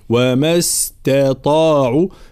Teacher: وما استطاعوا مع ترقيق التاء وتفخيم الطاء